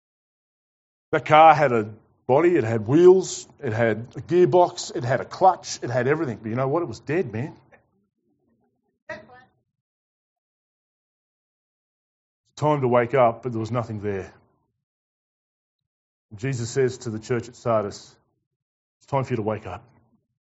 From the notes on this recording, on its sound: Preached to The Rock Christian Church on Sunday 17 October 2021.